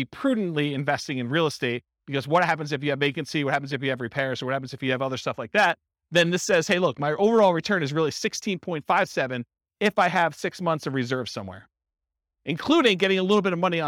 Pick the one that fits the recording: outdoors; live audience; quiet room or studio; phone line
live audience